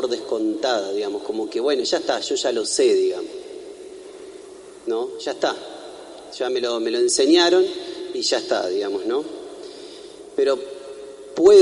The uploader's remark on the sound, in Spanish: En vivo la celebración de la Novena que se realiza en honor a Nuestra Señora del Rosario, Fundadora y Patrona de Paraná y de toda la Arquidiócesis. El novenario se reza en la Iglesia Catedral. Será trasmitida en vivo por Radio Corazón.